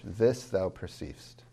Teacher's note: And lastly, this, thou, at the beginning of the couplet. This is emphasized more than thou is in natural speech.